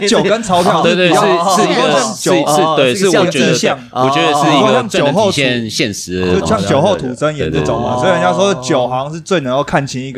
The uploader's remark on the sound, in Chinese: 這次我們特別選在「Coya Taipei」這間酒吧錄製